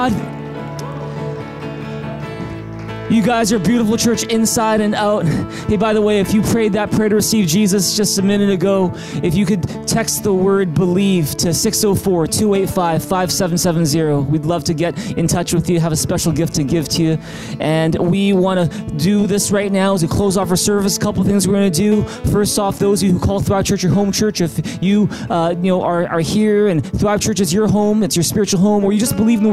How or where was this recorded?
large echoing room